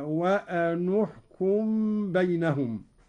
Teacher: قرأ قالون بضم النون أولى الساكنين